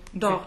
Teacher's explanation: in dort, it's an open O